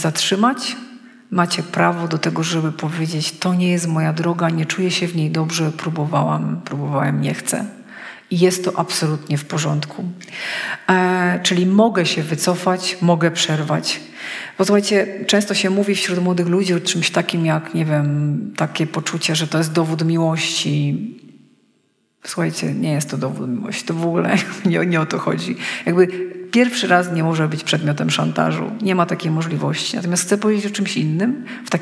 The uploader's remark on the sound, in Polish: Wykład zarejestrowano w trakcie konferencji młodzieżowej "Trudne sprawy", która odbyła się 26 listopada 2022, w Gminnym Ośrodku Kultury w Pawłowicach.